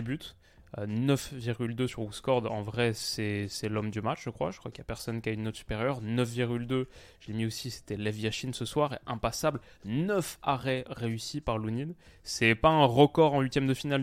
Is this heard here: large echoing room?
no